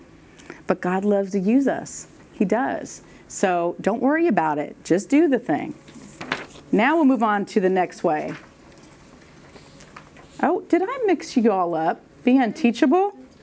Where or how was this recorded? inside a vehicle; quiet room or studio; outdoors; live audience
live audience